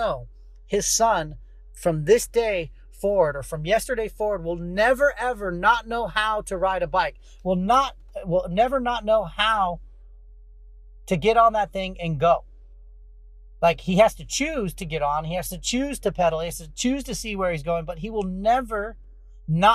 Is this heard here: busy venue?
no